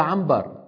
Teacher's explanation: إذا جاءهم نون ساكنة وبعدها باء يقلبون النون إلى ميم · Term: القلب